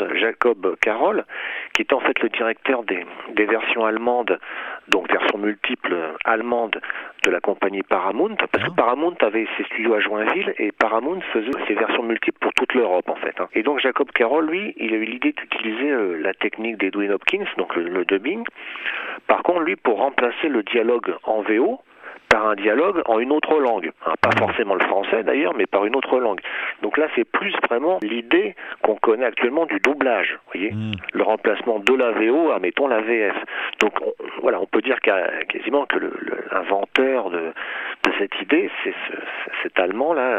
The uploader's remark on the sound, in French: Interview par téléphone